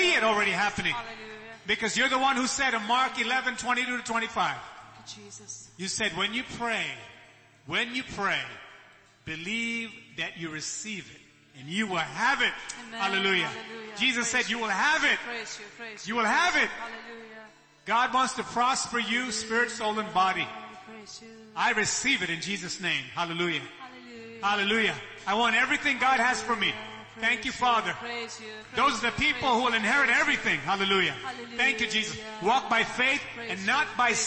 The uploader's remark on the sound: ELBIM Church Sunday LIVE Stream Audio